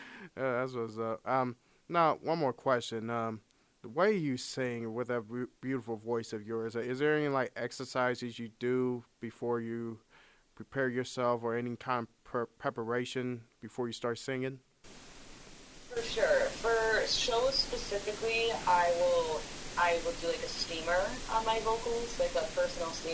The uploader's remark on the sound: Our apology for the subpar audio quality - a technical problem that has since been corrected!